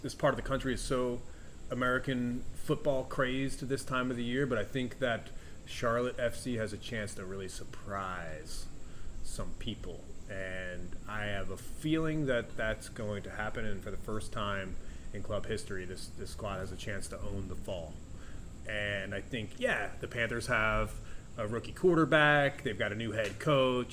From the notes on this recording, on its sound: an episode recorded in the heart of Charlotte's iconic Freedom Park.